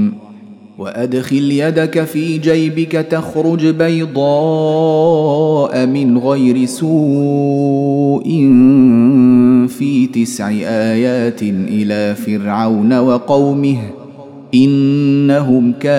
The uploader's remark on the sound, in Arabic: مسجل من صلاة التراويح بمسجد السلام بحي مشرفة بجدة.